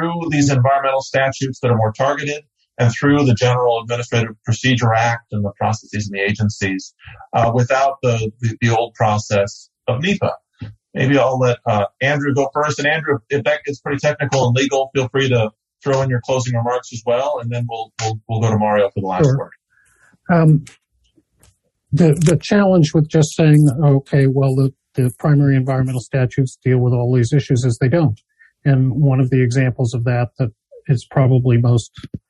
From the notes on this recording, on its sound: That was the title of a recent webinar, organized by the Law & Economics Center at George Mason University’s Antonin Scalia Law School.